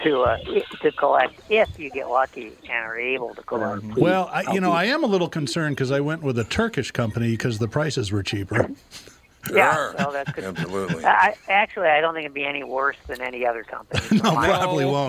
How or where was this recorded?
phone line